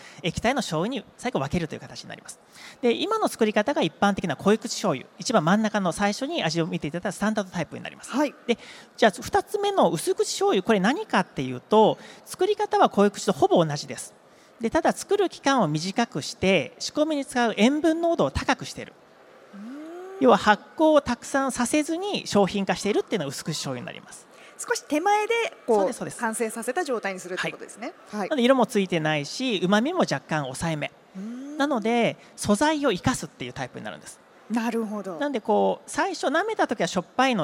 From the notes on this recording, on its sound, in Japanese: CRAFT SAKE WEEK 2023 at ROPPONGI HILLSにて公開収録。